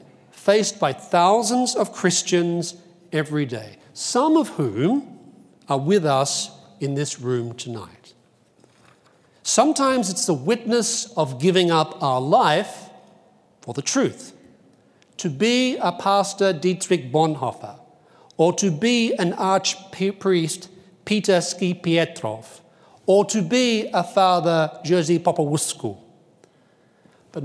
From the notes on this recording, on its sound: Delivered the opening plenary lecture of Acton University 2017.